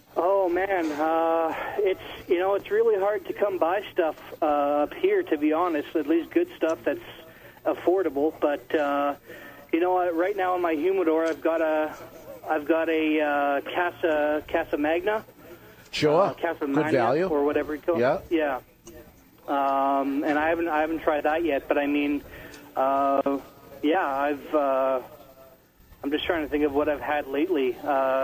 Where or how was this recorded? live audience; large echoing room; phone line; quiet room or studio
phone line